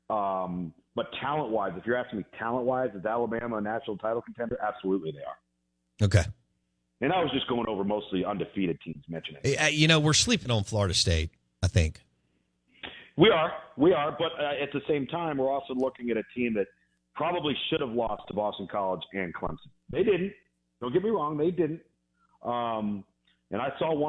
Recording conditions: phone line